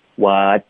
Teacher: what 结尾的 t 我们会省略，省略的方式要咬舌尖。What，有没有看到咬舌尖了？What，啊啊，这样导致一个停顿。Whatday？ If they knew whatday， if they knew whatday，这个正常的语速。If they knew